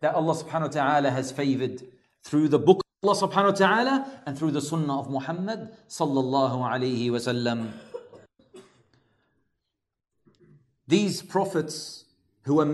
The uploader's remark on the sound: LIVE from ASWJ Auburn